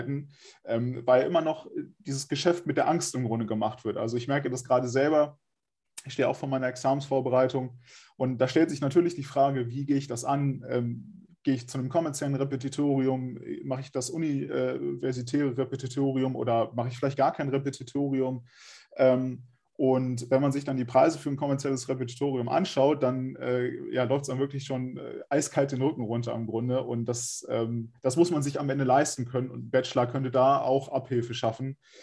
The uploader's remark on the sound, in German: Das Gespräch fand online statt, daher ist die Tonqualität leider nicht wie gewohnt.